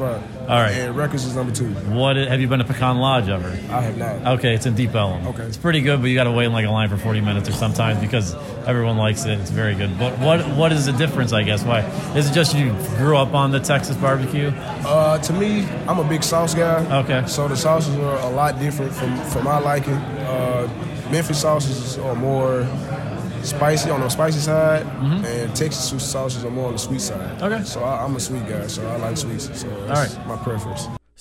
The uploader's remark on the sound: Went to Cotton Bowl Media Day and got a handful of interviews with Penn State and Memphis players.